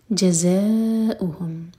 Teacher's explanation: زا پر بزنگ ساؤن اور زا چار حرکت لمبا یہ بھی مد متصل ہے